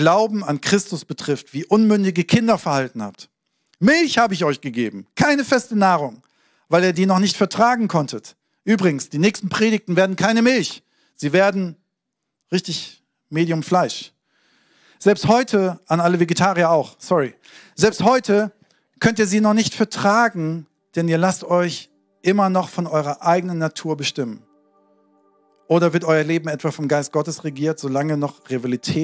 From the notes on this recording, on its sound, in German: Sonntagspredigt aus dem Standort Bochum.